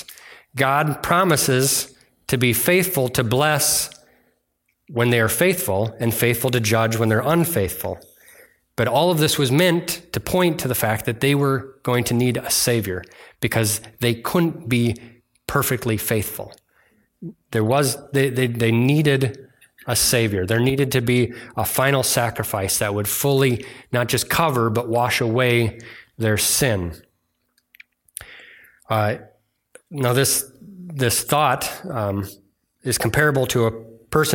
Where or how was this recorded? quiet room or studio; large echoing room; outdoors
large echoing room